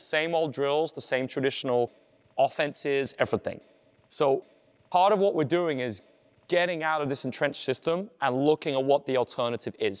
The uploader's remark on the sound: Behind the scenes with some sounds of a recent coaches clinic. Debriefing and conversing with players and coaches.